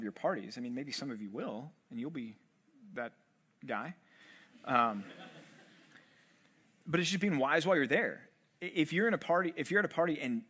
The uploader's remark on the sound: Live Q&A at The Bridge College Ministry at Compass Bible Church